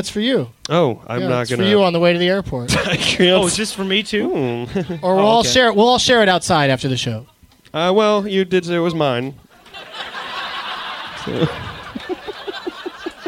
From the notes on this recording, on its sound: Live at the Punch Line in San Francisco